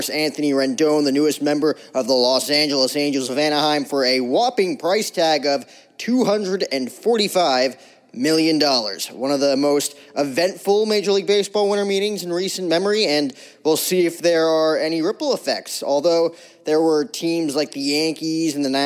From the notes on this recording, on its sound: Coverage of the MLB Winter Meetings LIVE from San Diego.